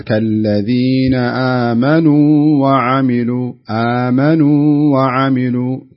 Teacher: كالذين آمنوا وعملوا هذا إدغام، لا لابد تفك الواوين عن بعض، يعني لابد تقول كالذين آمنوا وعملوا، آمنوا وعملوا، تتم الواو الكاملة الأولى في آمنوا ثم تدخل في الثانية وعملوا حرف العطف